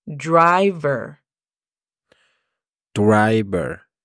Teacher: La pronunciación fonética es D-R-A-I-V-R. Nota cómo de la V paso directamente a la R. No hay vocales.